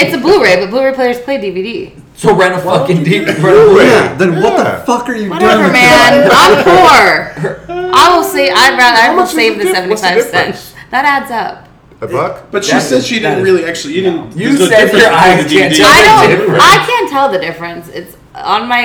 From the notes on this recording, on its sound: Live from San Diego Comic Con 2019. On this episode we are live from San Diego Comic Con.